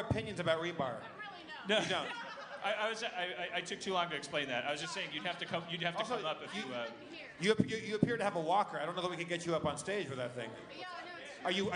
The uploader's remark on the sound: LIVE at SXSW 2015. Harmontown LIVE from SXSW at the Yahoo! Community premiere party.